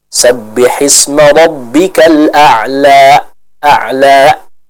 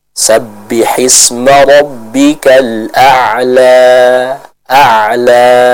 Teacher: Saya kita berhenti dengan natural, tidak ada penekanan di akhir dari ayat tersebut · Shown in: second take